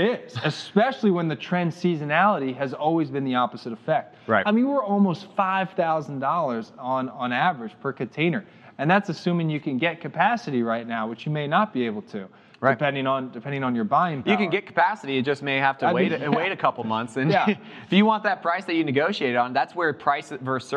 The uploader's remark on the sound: Live from Global Supply Chain Week